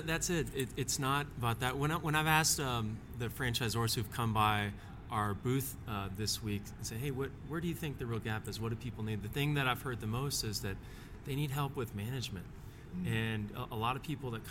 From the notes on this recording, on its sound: We’re Live at IFA 2024! Thanks to the crew of BizCom Associates for letting us record their booth in the heart of “Franchise City”.